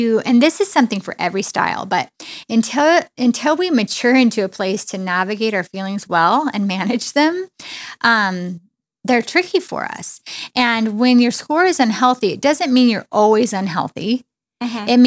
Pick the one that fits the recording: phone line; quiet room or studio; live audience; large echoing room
quiet room or studio